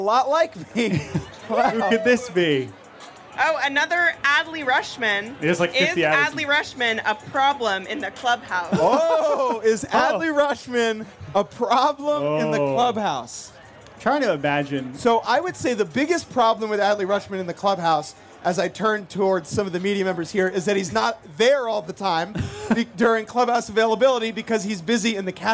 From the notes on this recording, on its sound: Bar-B-Box Shenanigans LIVE from Baltimore. Ask to hear from the members of the crowd who hate the new rules.